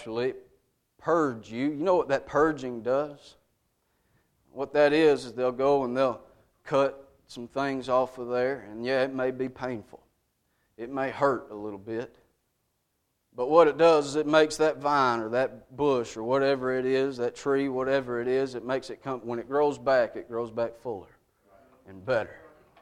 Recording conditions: large echoing room